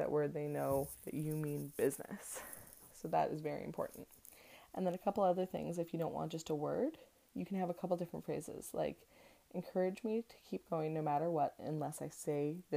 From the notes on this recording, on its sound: There is some extras noises in the audio today!